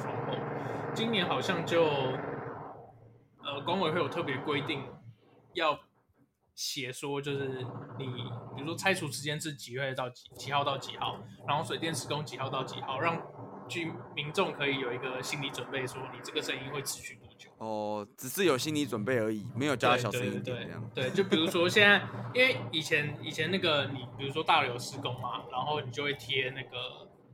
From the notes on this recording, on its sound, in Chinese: Work from Home 的地獄，隔壁鄰居在施工！注意：本集背景充滿各種施工噪音，敬請見諒。兩戶鄰居同時施工，敲牆噪音魔音穿腦！